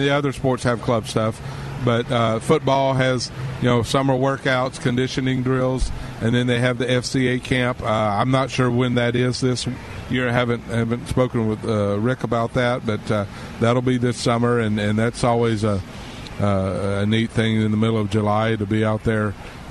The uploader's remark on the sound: Live From Porkies BBQ